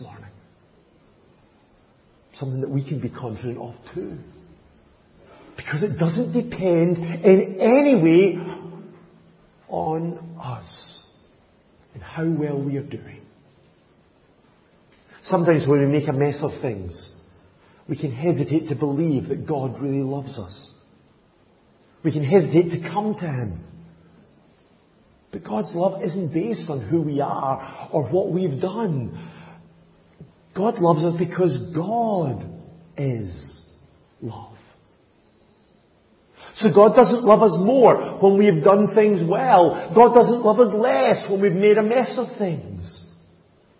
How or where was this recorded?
large echoing room